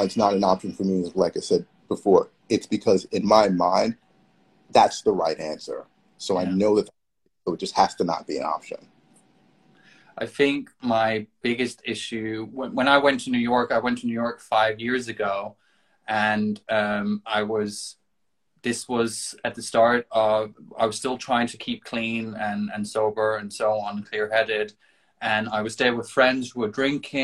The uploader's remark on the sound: Recorded on 22 June 2022 on Instagram Live